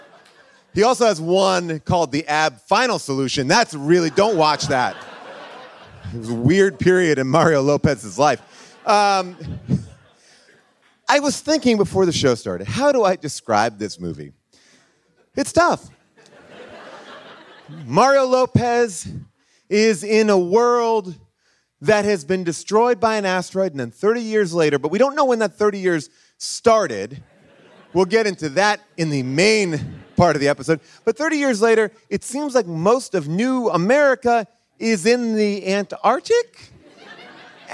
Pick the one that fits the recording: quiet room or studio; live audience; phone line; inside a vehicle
live audience